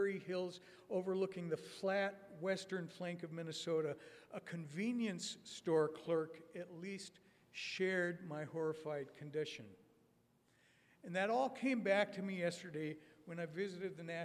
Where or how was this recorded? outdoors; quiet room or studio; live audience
live audience